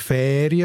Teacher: In meinem Fall ist es ein geschlossenes «e», Ferien. Der Baselbiet würde Ferien sagen, also offener. Zürcher würde Ferien sagen.